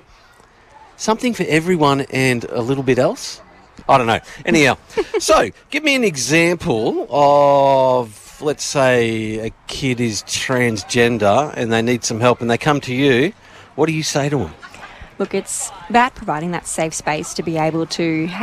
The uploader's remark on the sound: One FM Outside Broadcast from the Out In The Open Festival. A special outside broadcast live from the 2023 OUTintheOPEN Festival Carnival Day from the Queen's Gardens in Shepparton.